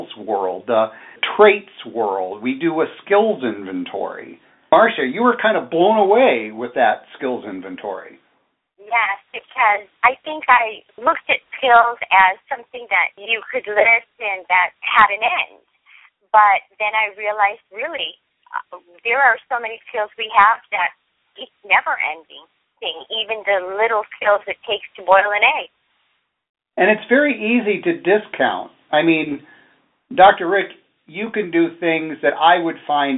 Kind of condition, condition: link, phone line